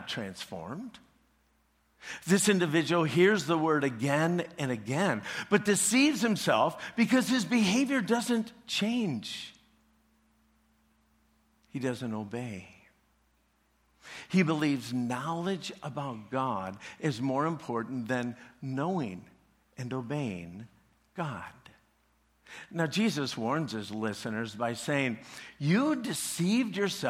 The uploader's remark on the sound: preached this message at CrossPoint Church